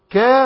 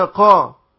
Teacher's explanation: كفروا بالكاف وليست بالقاف. كا وليس قا. · Shown in: first take